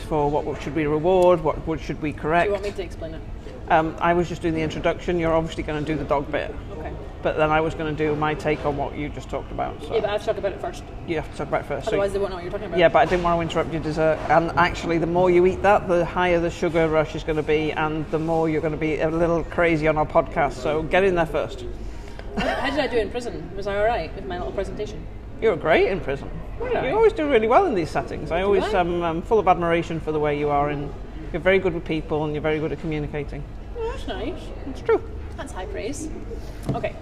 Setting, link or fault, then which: setting, busy venue